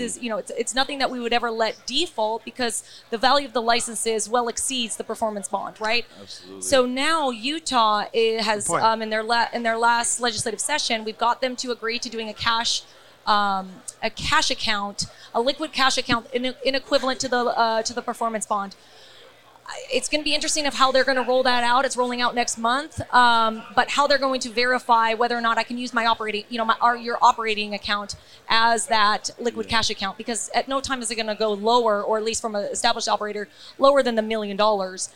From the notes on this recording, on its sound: Recorded at MJUnpacked NYC